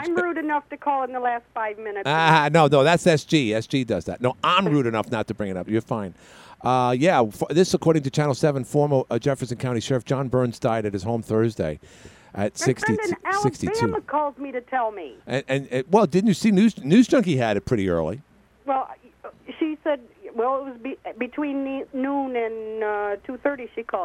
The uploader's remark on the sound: Called in today to say HE'S the Real Conservative in the race vs.